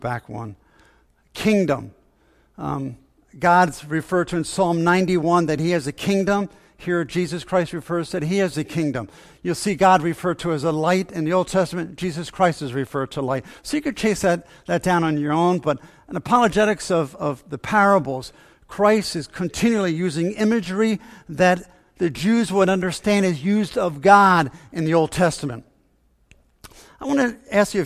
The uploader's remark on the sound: Faith Baptist Church in Hamilton, NJ.